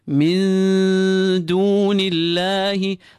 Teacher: من نون with a سكون followed by a دال. We keep the نون light and prepare for the دال whilst pulling that نون، whilst applying غنة to the نون. This is obviously the rule of إخفاء، covering.